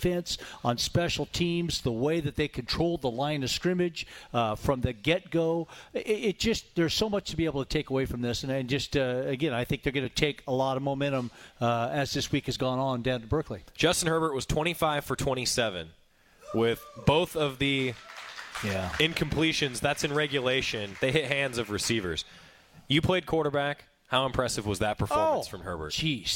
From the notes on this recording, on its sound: live at The Cooler